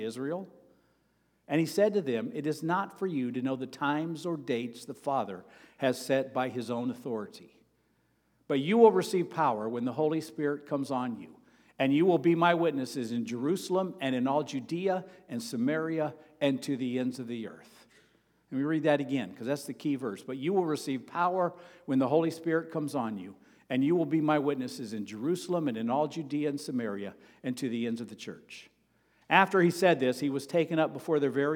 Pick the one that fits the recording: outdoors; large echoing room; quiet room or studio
large echoing room